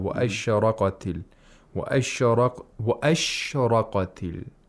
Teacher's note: It's wa ashraqatil, ashraqatil, not ashraqati. He should make a longer pause on the sheen. He quickly pronounces the sheen.